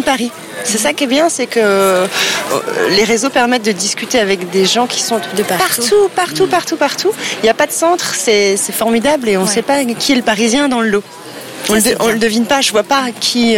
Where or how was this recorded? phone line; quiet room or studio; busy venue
busy venue